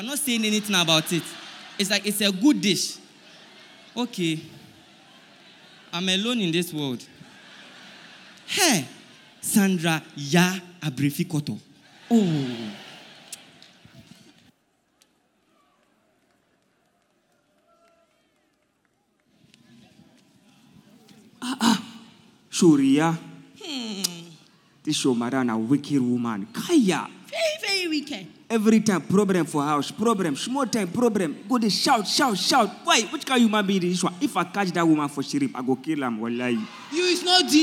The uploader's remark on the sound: Preached At The First Love Centre, Accra